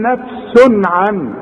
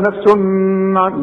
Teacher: العين من حروف الإظهار، خد بالك وارجع واسمع، ما نغنش هنا · Shown in: first take